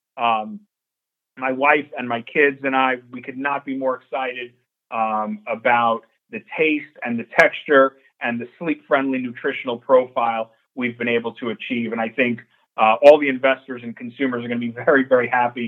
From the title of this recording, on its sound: Nightfood Investor Conference Call for March 1st, 2022